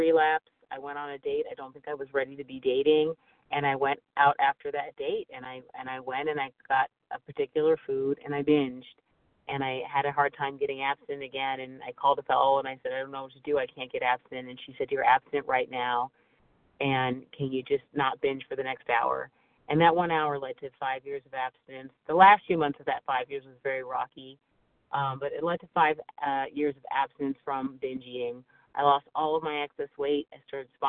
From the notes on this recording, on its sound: 100 Pounders Phone Meeting